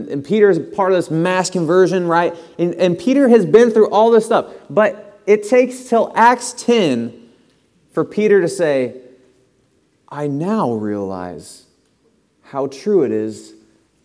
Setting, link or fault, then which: setting, large echoing room